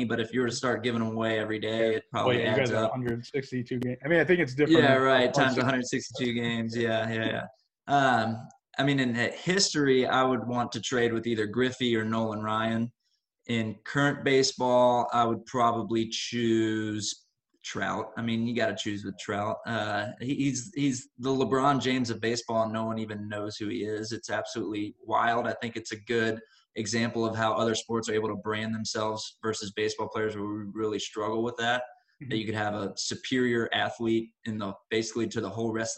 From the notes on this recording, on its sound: This was our first recorded Zoom video interview and the first time interviewing two people.